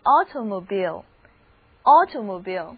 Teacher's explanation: 注意字母 i 在这里的读音变成了长的 e